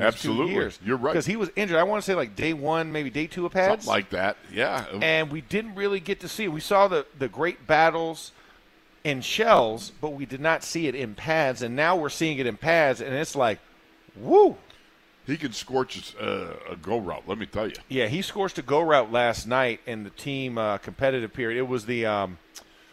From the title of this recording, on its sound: In the Locker Room Live from Steelers Camp Day 9